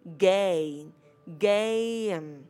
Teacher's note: không đọc là game trong âm E, mà mình sẽ đọc là âm E-I. Nó sẽ đọc là A, game, game.